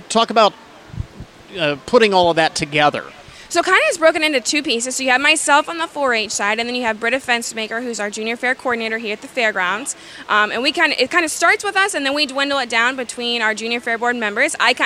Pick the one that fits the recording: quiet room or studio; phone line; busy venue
busy venue